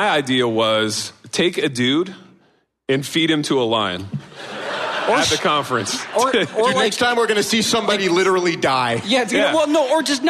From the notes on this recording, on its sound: Reunited LIVE and in person at a hipster church in East Louisville. That's right, it's TOGETHER FOR THE RANT.